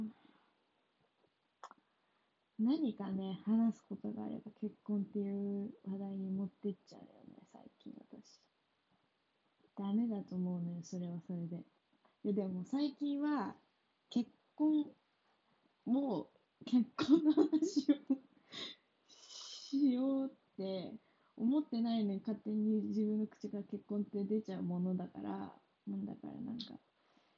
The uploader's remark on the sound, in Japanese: 音質悪いです。すみません。